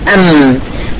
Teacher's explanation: زي ما قلنا النون، الميم نفس الحكاية، الميم بتطلع من بين الشفتين. أم المخرج مقفول خالص من عند الشفتين، وده مخرج شديد، فالصوت بيدور على حتة تاني يخرج منها فبيطلع في الخيشوم